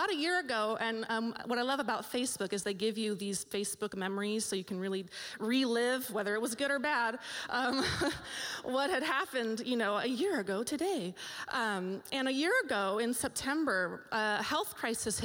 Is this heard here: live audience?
yes